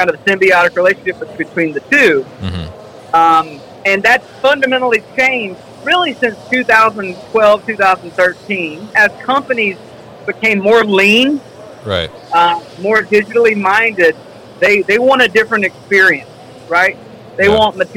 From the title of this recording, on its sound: Hyster From MODEX 2020